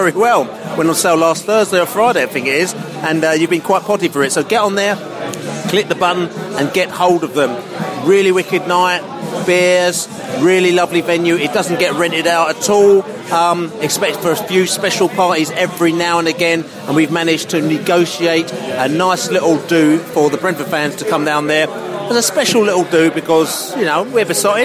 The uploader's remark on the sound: post-match podcast from the pub